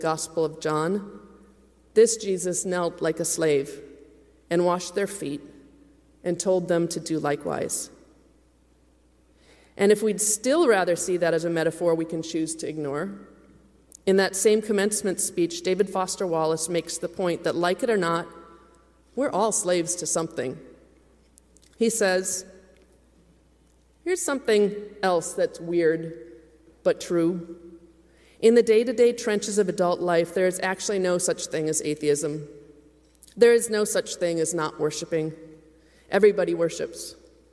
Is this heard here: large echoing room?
yes